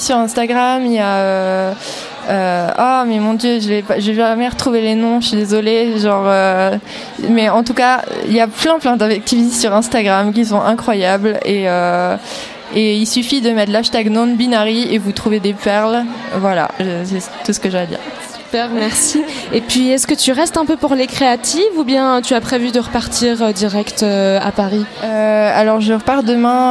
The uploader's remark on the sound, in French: Pour parler musique, live, illustration et bienveillance au festival Les Créatives.